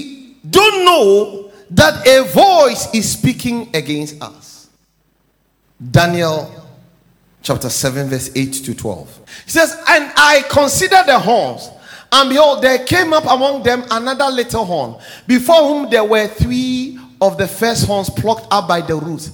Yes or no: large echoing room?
yes